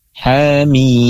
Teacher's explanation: Hamim yaitu dibaca ha-nya dua harokat. · Term: mad tabi'i harfi